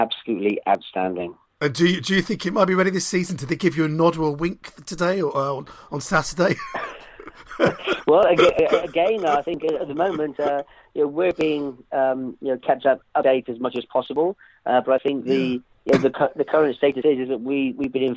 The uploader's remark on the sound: on the phone